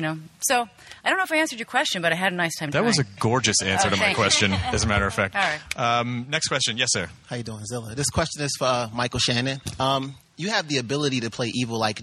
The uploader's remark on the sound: The Man of Steel press conference.